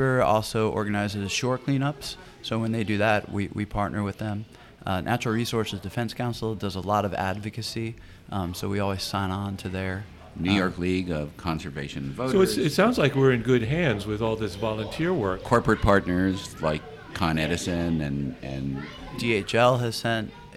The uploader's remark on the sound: This program was recorded at Gebhard's Beer Culture Bar in Manhattan. This program was recorded at Gebhard's Beer Culture Bar in Manhattan.